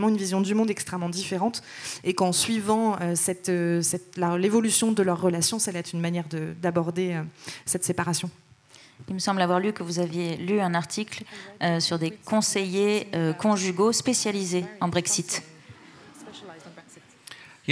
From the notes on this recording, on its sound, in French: Enregistré le 16 février 2020 dans le cadre de la 34ème Fête du Livre de Bron.